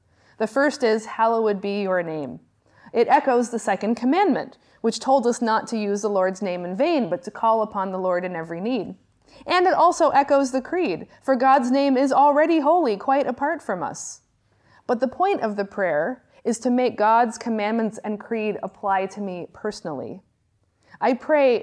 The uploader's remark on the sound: Lectures on the distinction between law and gospel that I gave at the Johannelund School of Theology. Lectures on the distinction between law and gospel that I gave at the Johannelund School of Theology in Uppsala, Sweden.